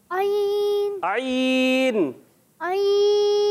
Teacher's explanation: عین اگر کلیئر نہیں کریں گے تو یہ حمزہ سے بدل جائے گا اور یہ غلطی ہو جائے گی.